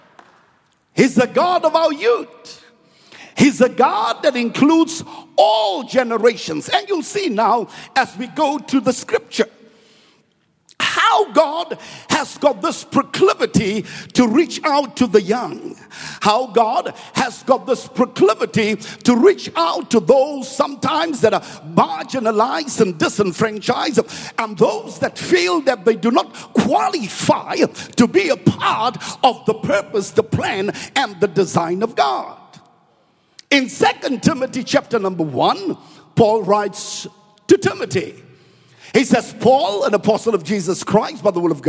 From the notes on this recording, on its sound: preached at Grace Bible Church Pimville on the 06th of June 2021